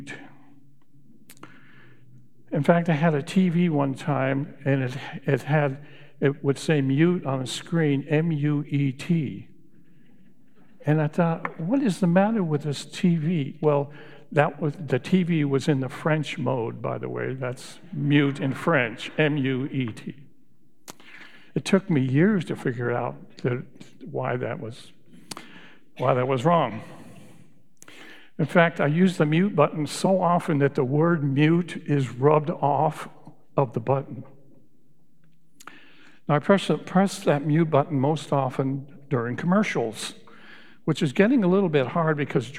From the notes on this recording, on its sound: Recorded live at Beatitudes Church in Phoenix, AZ